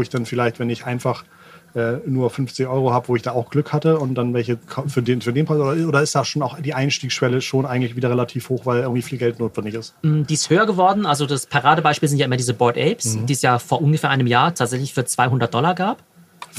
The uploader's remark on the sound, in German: OMR-Festival-Special. Live beim OMR-Festival 2022.